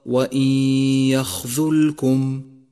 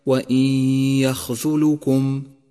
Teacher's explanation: انتبه إلى سكون اللام واحذر من ضمها · Shown in: first take · فالصواب وإن يخذلكم، والخطأ الشائع وإن يخذلكم، فتنبه.